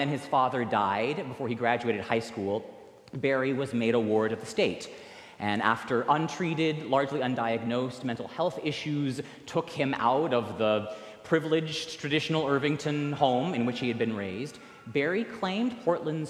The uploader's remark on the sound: recorded live at the 10:00 am service on November 19, 2023